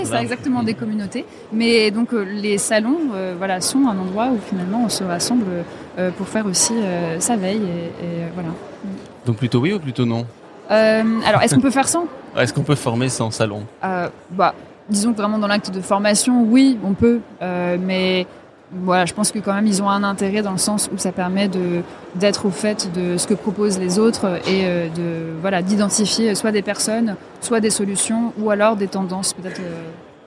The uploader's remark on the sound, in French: Nous enregistrons directement du salon Learning Technologies France de Paris. Même si les conditions d’enregistrement sont inédites.